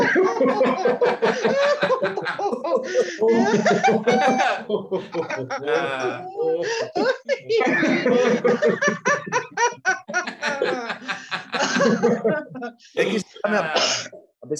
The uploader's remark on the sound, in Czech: Přijměte moji osobní omluvu za kvalitu obrazu i zvuku. Doba v času natáčení byla prapodivná a stýkání se osobně opět nedoporučeno.